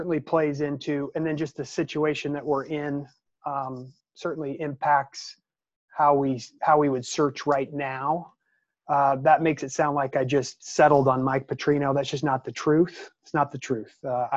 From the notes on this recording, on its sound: hosted a Zoom conference call with 12 members of the Montana media